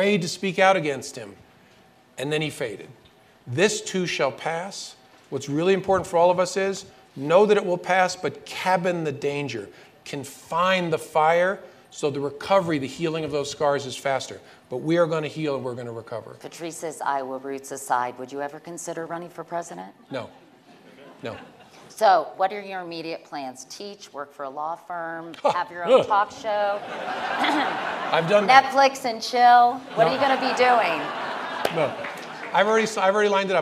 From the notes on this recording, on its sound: Their conversation was held June 30, 2018 at the Aspen Ideas Festival.